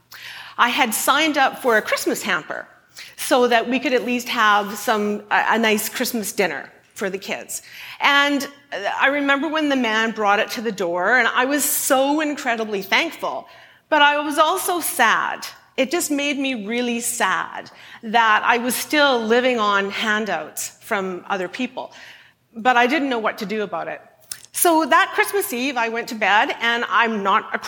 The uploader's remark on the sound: at a Shine Live event